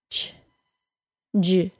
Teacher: create a CH sound and J sound, ch, j. And notice how the air stops. · Term: affricates